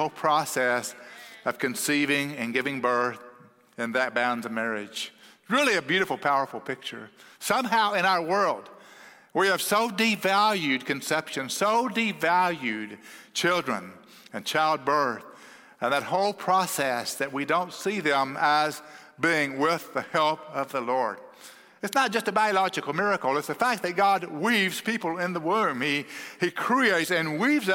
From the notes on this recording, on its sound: at Cross City Church in Euless, TX